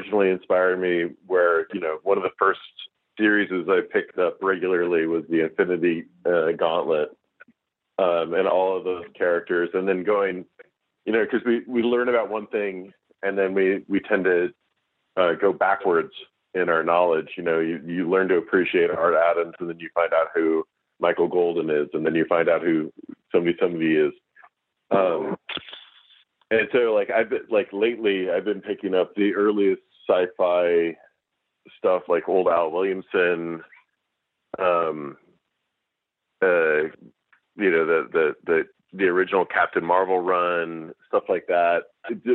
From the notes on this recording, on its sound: Marvel tele-press conference